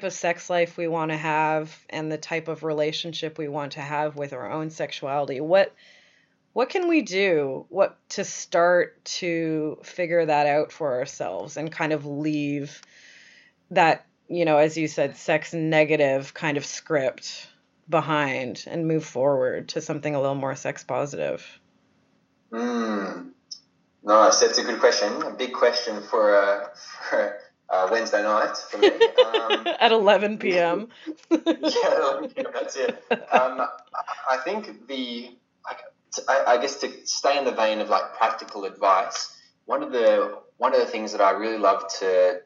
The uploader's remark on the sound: Skypes all the way to Australia